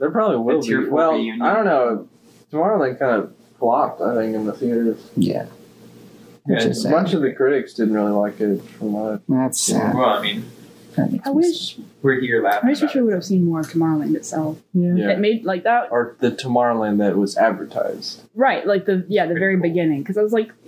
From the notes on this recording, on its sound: this episodes audio quality...mediocre